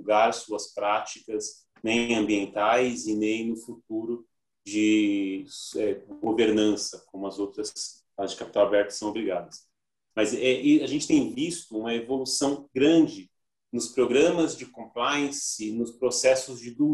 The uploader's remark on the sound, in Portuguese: Áudio Webinar